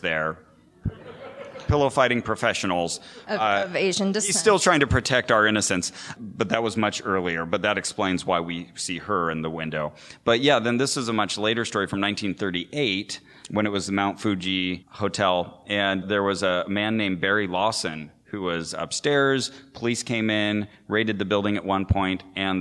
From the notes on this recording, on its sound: Live with a wonderful audience at PodCon in Seattle